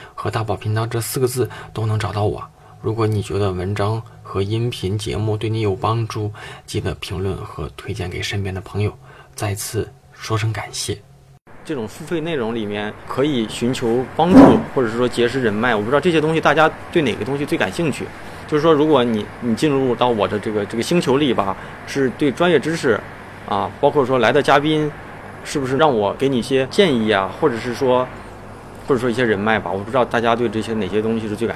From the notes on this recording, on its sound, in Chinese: 容忍我因为场地环境录制的环境噪声。